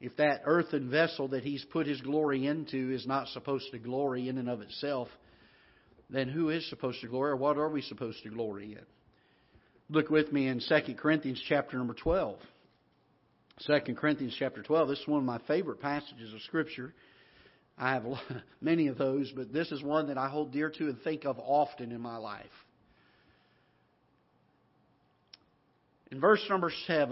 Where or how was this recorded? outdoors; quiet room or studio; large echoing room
large echoing room